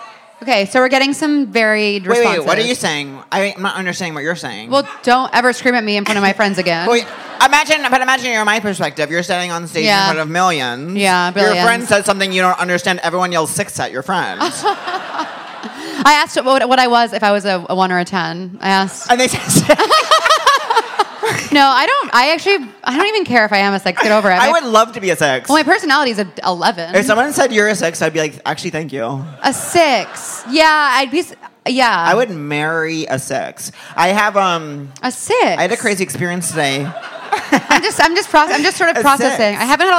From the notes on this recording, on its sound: Seek Treatment Live: The Bell House. Live from The Bell House in Brooklyn.